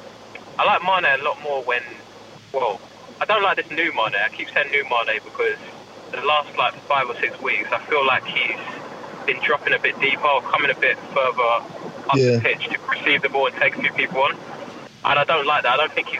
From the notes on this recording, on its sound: First of all Apologies for the sound quality. Recorded whilst driving (hands free of course, safety first and that).